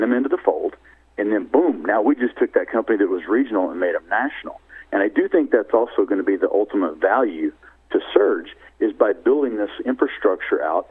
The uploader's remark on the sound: called in to SmallCapVoice